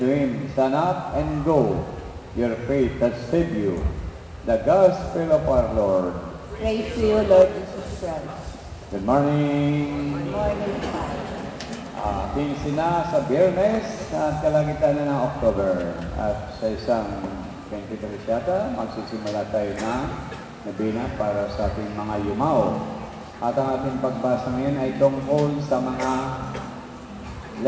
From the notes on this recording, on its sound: Recorded at Our Lady Queen of Peace Parish, Bacoor, Cavite, Philippines October 10, 2010 during the 9:00 am Holy Mass.